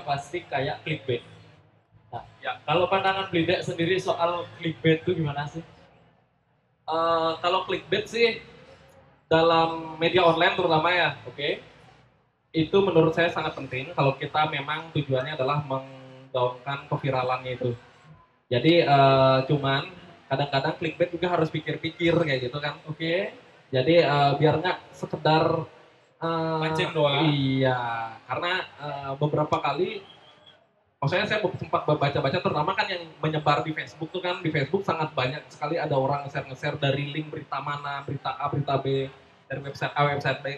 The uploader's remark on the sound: Live at Creator Corner by HIPMI Denpasar